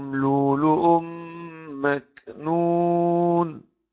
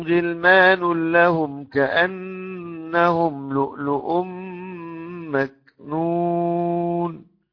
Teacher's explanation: لؤلؤ يبدل الهمزة الأولى واو ساكنة · Shown in: first take